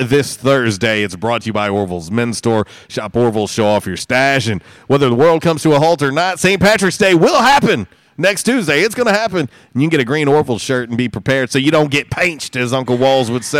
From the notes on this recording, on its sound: LIVE from 1812 Pizza Company on Hilltop!